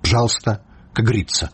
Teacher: у моўнай плыні ненаціскныя галосныя для эканоміі могуць зусім прападаць